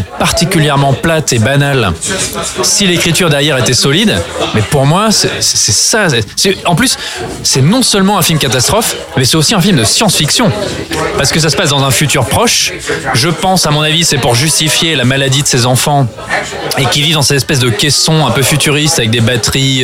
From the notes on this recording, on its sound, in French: Enregistré au Hurling pub (8 Rue Descartes, 75005 Paris), le samedi 14 avril 2018.